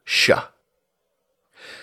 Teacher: the SH sound, or the voiceless post-alveolar fricative, sh. In the Coventry Plays manuscript, you also find XULD for should, and XOWYN for shoven, to shove.